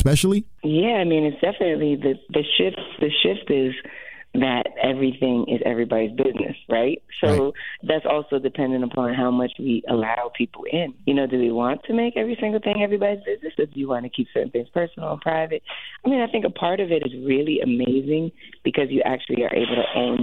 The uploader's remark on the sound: Get on the phone line with the decorated vocalist.